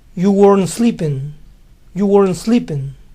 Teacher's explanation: Notaron que la T final de weren't no se oyó. El weren't, como ven, suena un poco borroso.